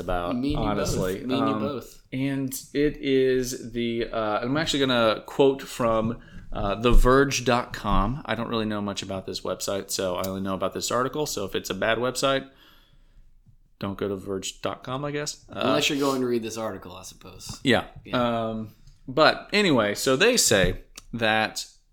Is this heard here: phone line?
no